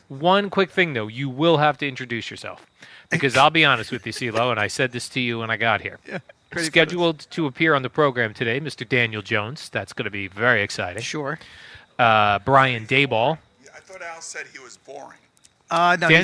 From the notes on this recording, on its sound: Live from Giants camp.